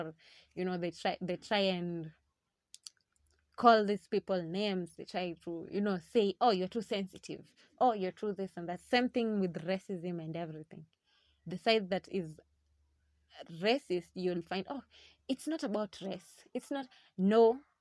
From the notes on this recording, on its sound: Sorry for the background noises.